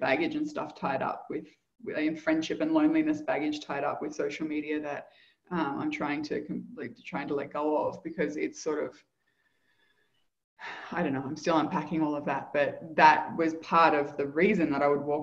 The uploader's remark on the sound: Live Community Call